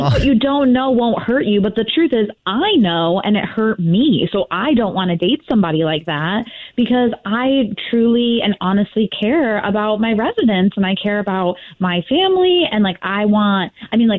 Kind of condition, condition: link, phone line